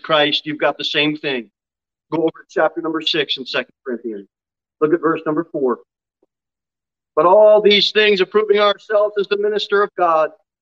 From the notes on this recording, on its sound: Sermon delivered at Pilgrim Baptist Church on Sunday, August 14, 2022 at 11:15 am. Jere Whitson Rd. Pilgrim Baptist Church is a bible-believing, independent Baptist church.